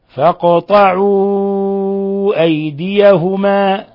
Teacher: المد هنا مد منفصل لانفصال حرف المد عن الهمزة في كلمة أخرى، يمد من 4 إلى 5 حركات